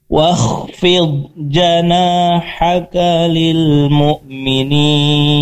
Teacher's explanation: Kho, kho itu di ujung tenggorokan, jangan sampai jadi wah, wah, wah